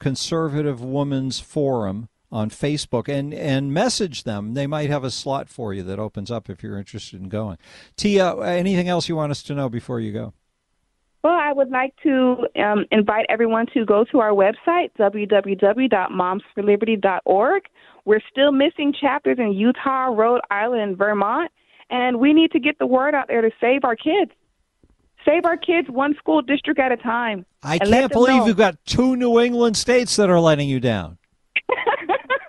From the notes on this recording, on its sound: take some phone calls